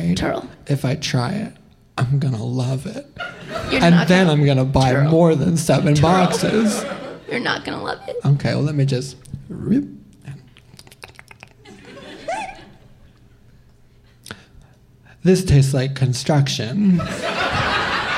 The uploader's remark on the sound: Live from Dynasty Typewriter. Live at the Dynasty Typewriter in Los Angeles.